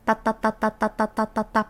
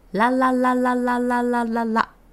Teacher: タは歯の裏側で OK です。ラは歯茎の始まりらへんです。ここにどちらも軽くタップします。タタタタタタタタラララララララララ。ポイ